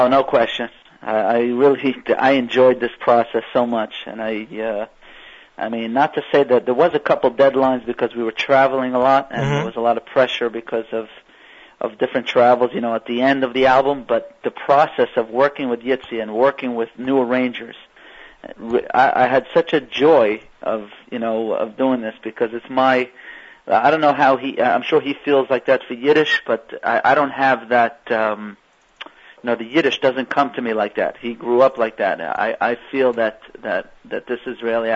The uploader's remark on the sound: called